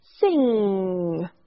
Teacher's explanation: And we think there's a G at the end of that, but if you listen to me, and I'm going to draw out that last sound, sing. There's no G. It is that nasal at the back where my tongue is in the back of my mouth.